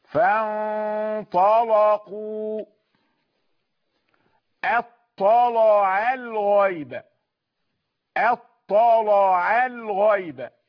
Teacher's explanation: انتبه الى تفخيم الطاء واللام وعدم جريان هذا الحكم على الحرف الذي بعدها، لابد ان ترقق العين